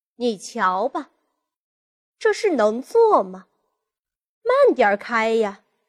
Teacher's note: 句末语气词读的时候呢，因为它是轻声，所以说读的不要过于强化它